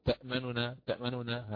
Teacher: فوجه الاختلاس يؤتى فيه بثلث الحركة للنون المضمومة الأولى، فنقرأ تأمننا ونسرع فيها، نسرع فيها.